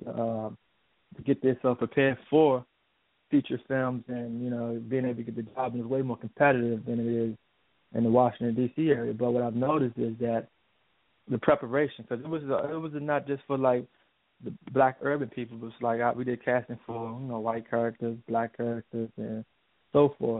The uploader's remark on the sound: Featured guests and call ins from A-List Enterprises and Jente' Enterprises.